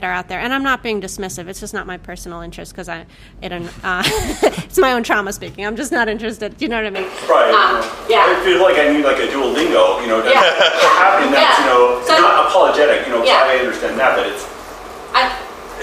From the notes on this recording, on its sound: Was recorded live at the Tempe Public Library.